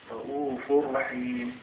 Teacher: رؤوف تنوين حكمه الإدغام لذكر الراء والراء من حروف الإدغام بغير غنة